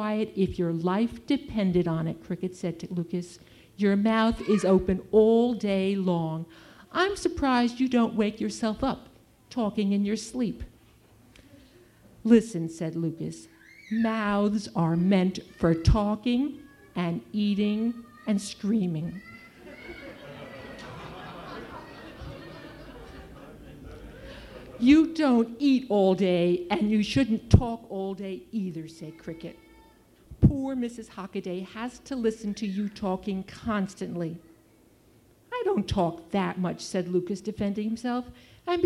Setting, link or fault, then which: setting, live audience